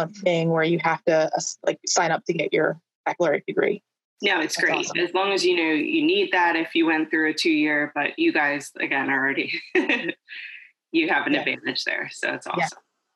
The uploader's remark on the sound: Originally recorded on zoom